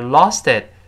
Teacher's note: 中间那个 t 轻轻的浊化成 d 的音